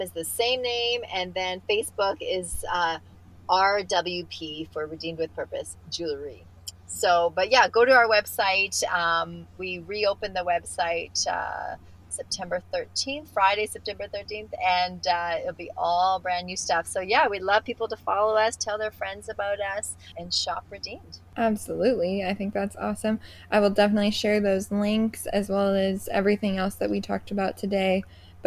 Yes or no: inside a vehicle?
yes